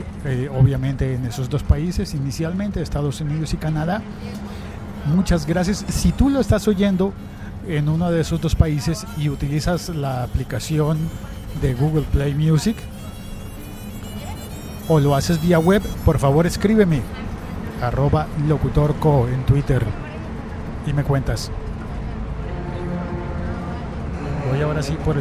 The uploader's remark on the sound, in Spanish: Este episodio se ha emitido en directo desde dentro de un autobús de Transmilenio entre la estación de Universidad Nacional y la estación Universidades. Este episodio se ha emitido en directo desde dentro de un autobús de Transmilenio entre la estación de Universidad Nacional y la estación Universidades.